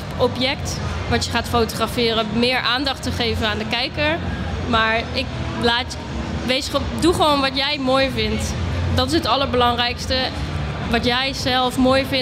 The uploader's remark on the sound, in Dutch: Deze MOTORbeurs special is opgenomen tijdens MOTORbeurs Utrecht 2024.